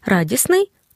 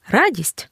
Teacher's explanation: Радісний, але радість звук Т випадає, щоб не було трьох приголосних поруч · Shown in: first take